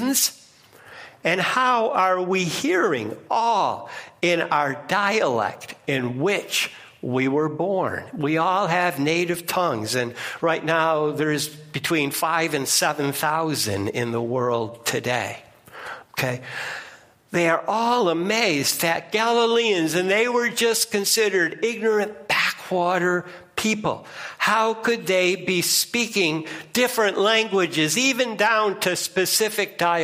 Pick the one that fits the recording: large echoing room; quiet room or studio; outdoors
large echoing room